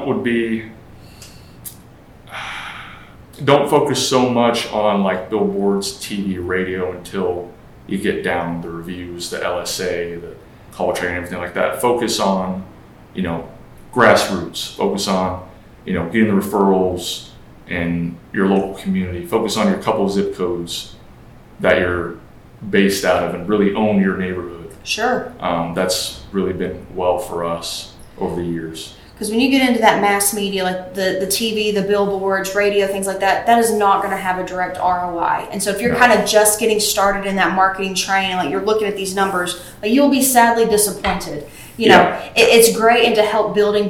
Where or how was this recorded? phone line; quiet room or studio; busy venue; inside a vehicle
busy venue